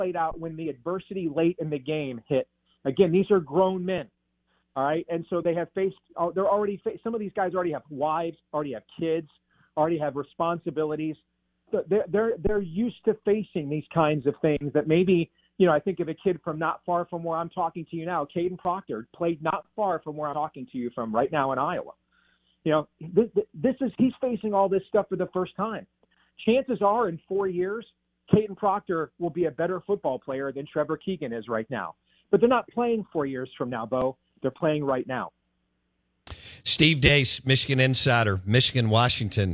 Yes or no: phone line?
yes